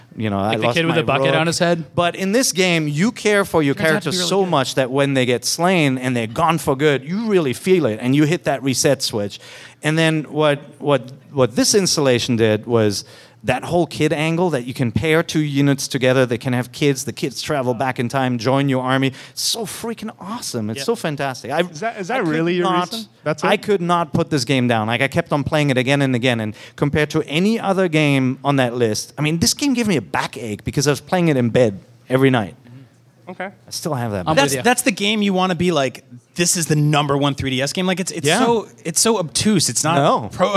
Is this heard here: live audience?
yes